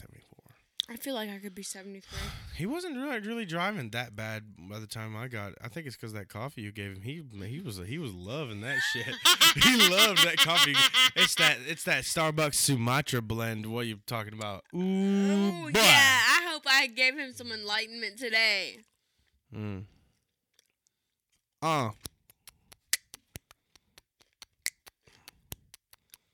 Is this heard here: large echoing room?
no